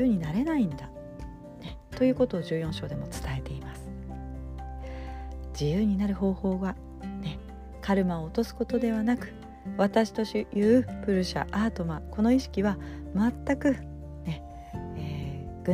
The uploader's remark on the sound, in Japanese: 今日は、スマホ収録になりました。音声がいつもと違うかもしれません。